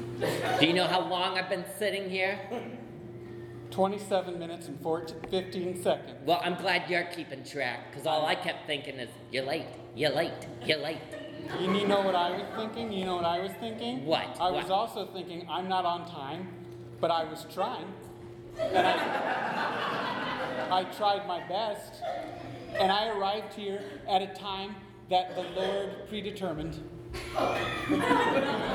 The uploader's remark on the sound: Live at The Establishment. From our beautiful home, The Establishment in The District of Rock Island, IL!